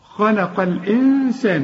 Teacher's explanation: بشبك القاف مع اللام وبتتلغي الهمزة دي عند الوصل